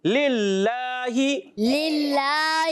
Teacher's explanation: للہ میں اللہ پاک کے نام سے پہلے زیر آ رہی ہے اس وجہ سے یہ باریک ہو جائے گا